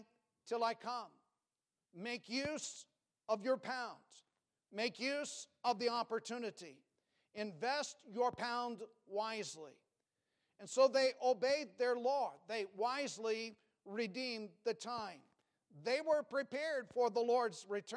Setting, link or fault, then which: setting, large echoing room